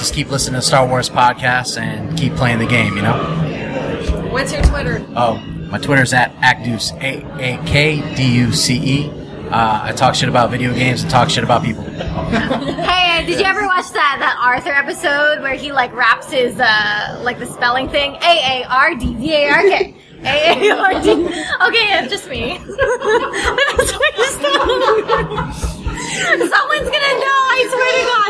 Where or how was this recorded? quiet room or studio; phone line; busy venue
busy venue